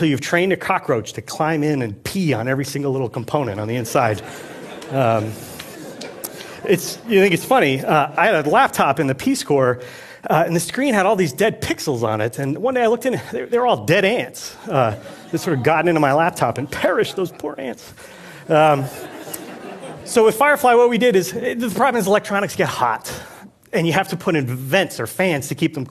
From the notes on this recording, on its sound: Filmed at TEDxBoston